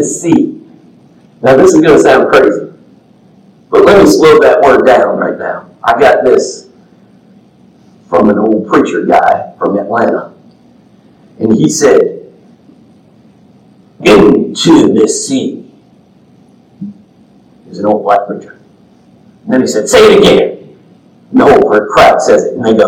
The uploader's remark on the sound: The audio isn't the best due to technical difficulties, but this message was too important to not upload. I apologize, and this has since been rectified.